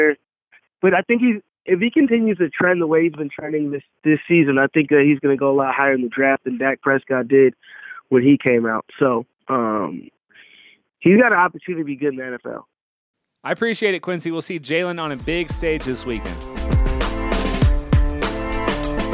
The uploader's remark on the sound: got on the phone